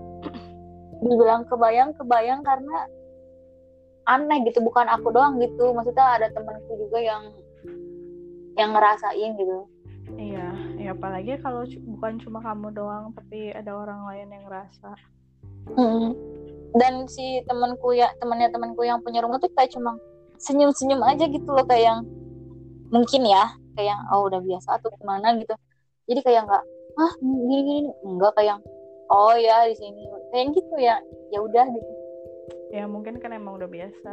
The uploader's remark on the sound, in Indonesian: Ini audionya gatau kenapa kayak gini ga ngerti lagi tapi ya maklumin ya temen-temen, baru memulai.